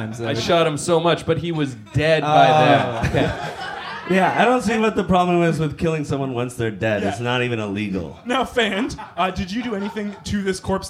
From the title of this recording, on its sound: Live At Bad Dog